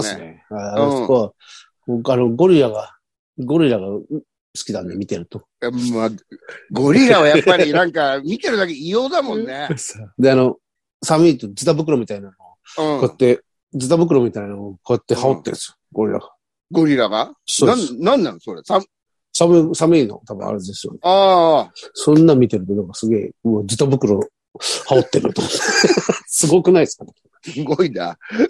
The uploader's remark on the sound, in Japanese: ZOOMで収録